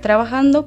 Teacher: pronunciar la J en una aproximación al sonido fricativo velar sordo